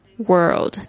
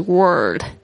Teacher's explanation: world 的发音，不是 word，它那个有一个 L 那个翘舌音